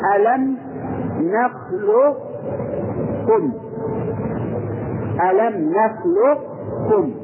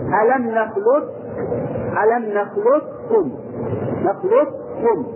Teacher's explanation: كلاهما صار كافا مشددة بدون صفة الاستعلاء · Shown in: second take · Term: إدغام مطلق